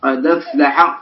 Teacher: تنقل حركة الهمزة وهي الفتح إلى دال قد وتسقط الهمزة فيبقى اللفظ بدال بدال مفتوحة دال قد بدال مفتوحة بعدها فاء ساكنة بعدها فاء ساكنة. · Term: النقل